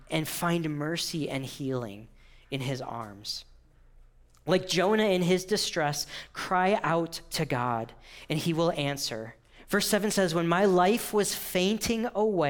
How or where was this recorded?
large echoing room